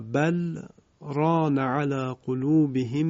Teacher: حفص با سکت تلاوت کرده، یعنی بین کلمه بل و کلمه رانه سکت انجام داده